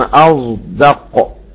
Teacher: الصاد الساكنة محموسة بعدها دال مجهورة، فالخروج من همس الجهر صعب، فالناس تشمها صادك ازاي فيقولون اصدق. · Term: الإشمام